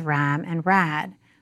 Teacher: in most Southern dialects, words like rhyme and ride are pronounced as ram and rad